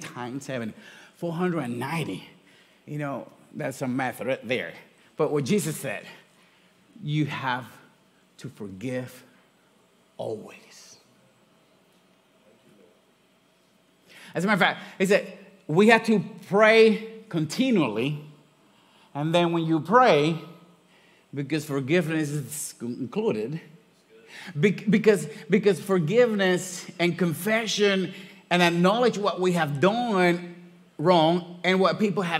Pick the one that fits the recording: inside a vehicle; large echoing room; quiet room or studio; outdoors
large echoing room